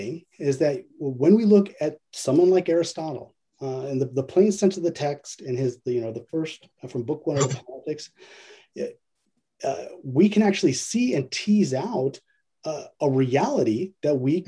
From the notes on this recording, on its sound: A webinar lecture